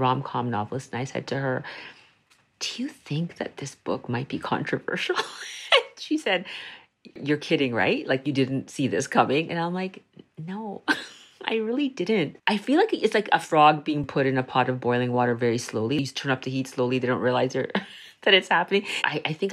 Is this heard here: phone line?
no